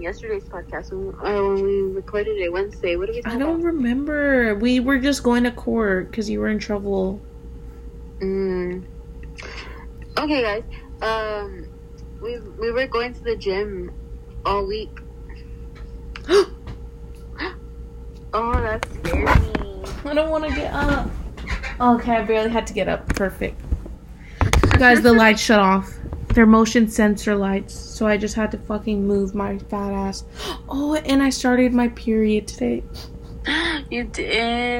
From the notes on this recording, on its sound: are on the phone for a special episode